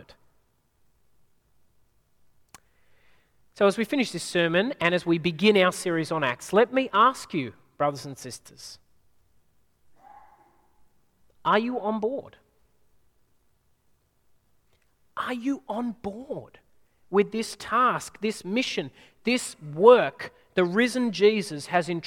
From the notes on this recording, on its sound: At a Church in the Graveyard service